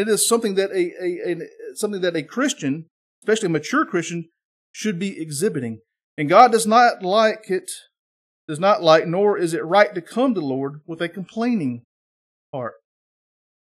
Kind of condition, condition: setting, large echoing room